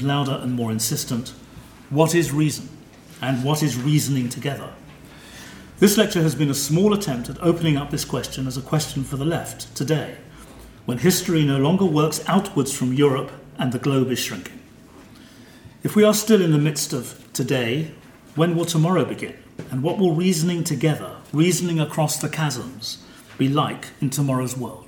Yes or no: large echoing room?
yes